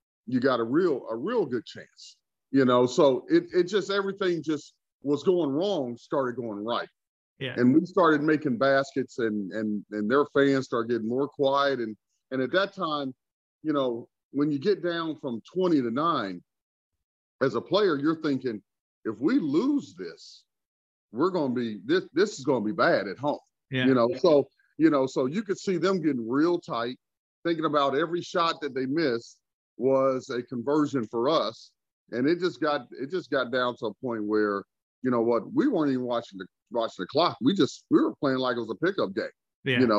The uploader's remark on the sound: Birthday Zoom.